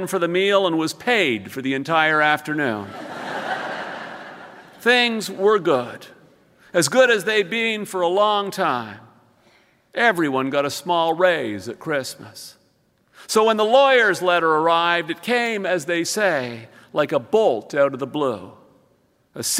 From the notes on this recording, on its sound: Recorded live in concert.